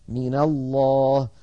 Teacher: لما التقت مع لفظ الجلالة وأول لفظ الجلالة لام ساكنة تحرك الأول بالفتح لأن الفتح أخف الحركات فصارت من الله.